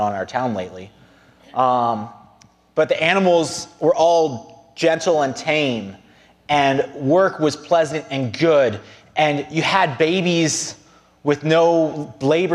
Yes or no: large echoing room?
yes